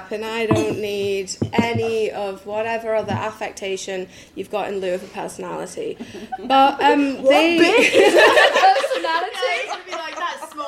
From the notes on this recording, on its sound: we share conversations we had during our brew day at Elusive Brewing